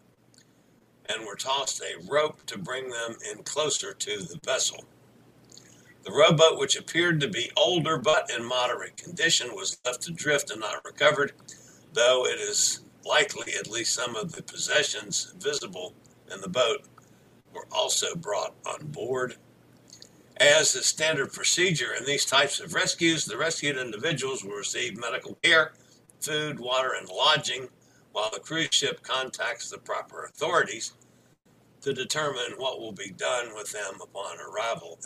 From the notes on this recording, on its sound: LIVE from Miami, Florida on board Freedom of the Seas.